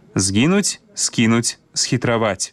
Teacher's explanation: пры літаратурным вымаўленні няма памякчэння гукаў «з» і «с» перад мяккімі заднеязычнымі «е», «кі» і «хі».